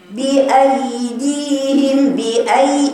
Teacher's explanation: الياء فيها رخاوة مش بأيدي، ما تقطعي صوت الياء